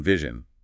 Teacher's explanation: It's what we call a palato-alveolar fricative. And it's made by placing your tongue near the ridge just behind your teeth.